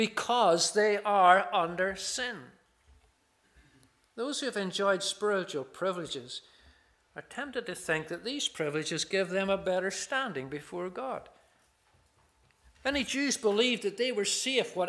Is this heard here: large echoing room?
yes